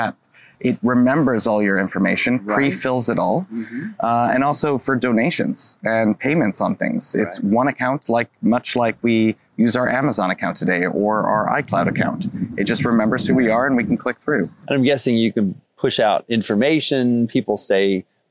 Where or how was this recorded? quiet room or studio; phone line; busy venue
busy venue